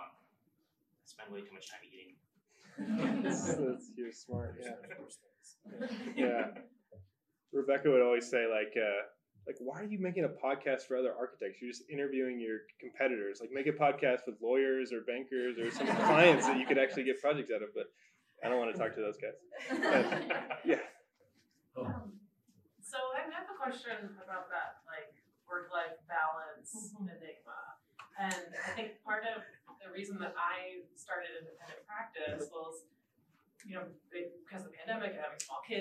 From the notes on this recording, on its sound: In this first live, public recording of Architect-ing during Denver Design Week. Panel discussion and audience Q&A.